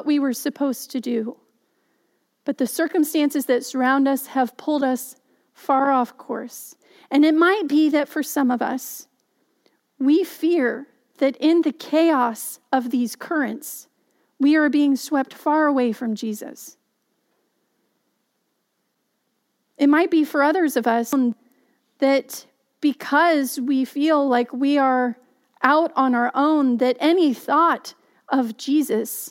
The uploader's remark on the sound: Message delivered during the Contemporary Worship Live Stream. Message delivered during the Contemporary Worship Live Stream.